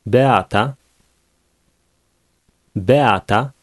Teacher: The vowels e and a will be pronounced separately.